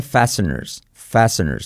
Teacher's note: Fijaos que fasteners, la T no la pronuncia